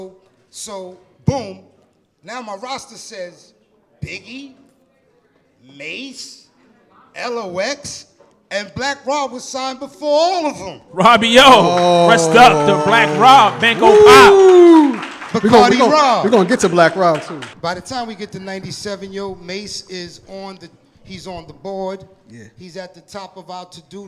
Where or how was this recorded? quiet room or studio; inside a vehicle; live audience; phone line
live audience